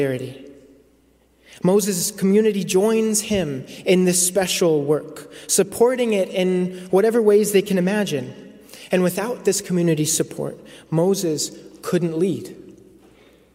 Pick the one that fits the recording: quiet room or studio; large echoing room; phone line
large echoing room